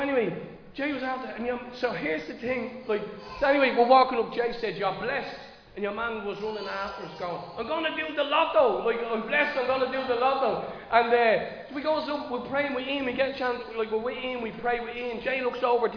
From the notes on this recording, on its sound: Recorded live in Liberty Church.